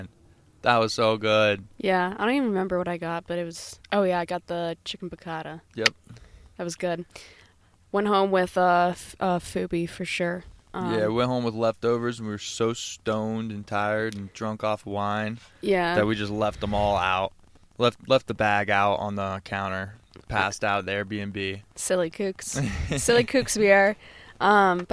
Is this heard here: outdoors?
yes